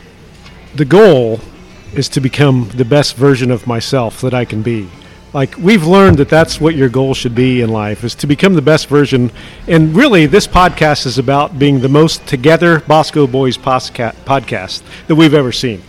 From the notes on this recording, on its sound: LIVE from Manhattan Brewing Company. The greatest brewery in the state of kansas.